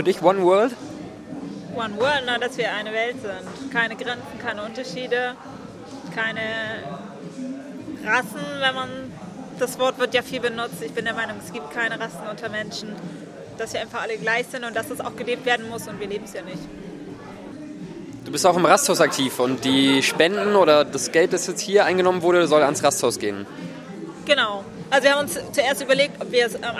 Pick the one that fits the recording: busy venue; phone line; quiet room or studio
busy venue